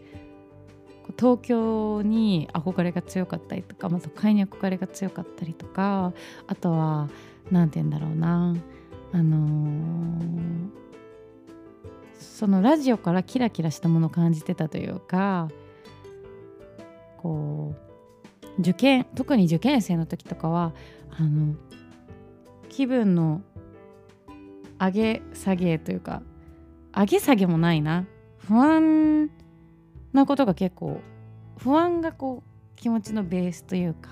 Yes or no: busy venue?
no